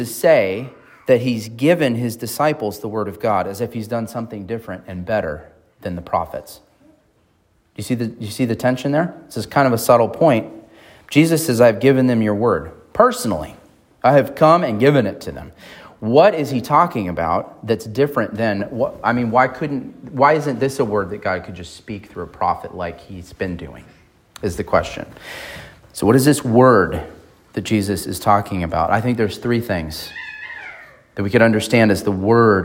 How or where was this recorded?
large echoing room